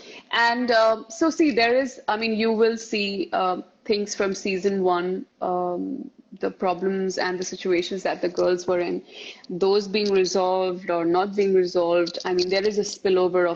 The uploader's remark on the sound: Instagram Live